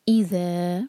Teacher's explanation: ذا ہم چار حرف کا کھینچیں گے، یہاں مد لگی ہے